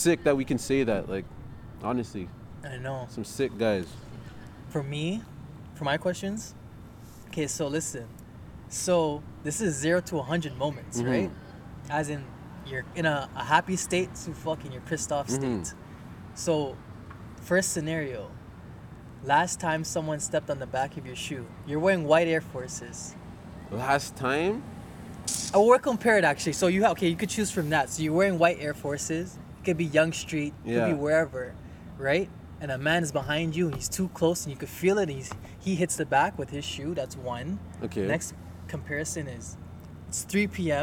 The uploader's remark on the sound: Outside edition.